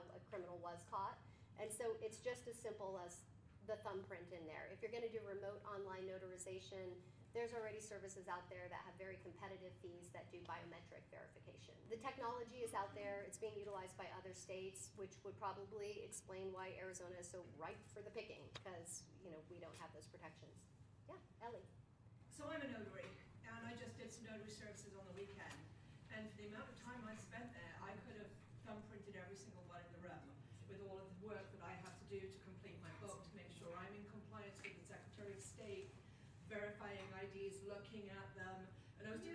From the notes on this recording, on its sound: This conversation was held at the West Valley office of WeSERV in Peoria with a group of REALTOR® members as part of the WeSERV West Valley Fall Conference 2023